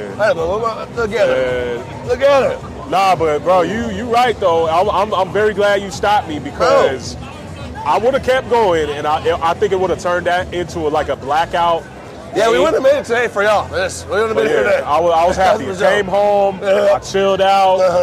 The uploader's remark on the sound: LIVE at the Broncos vs Raiders Game at Empower Field. We're recording live at the Broncos vs Raiders tailgate.